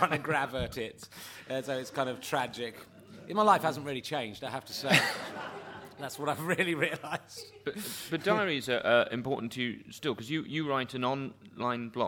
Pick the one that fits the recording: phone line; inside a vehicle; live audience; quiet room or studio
live audience